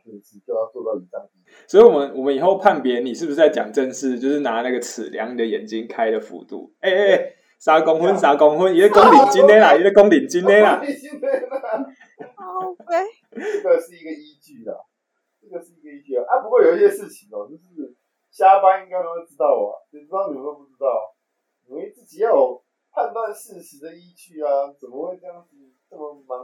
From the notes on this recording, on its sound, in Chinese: 從拙劣的音質中嘗試萌芽成長!因為採用遠端錄音和極度拙劣的剪輯能力，請大家多包容音質和音量上的問題。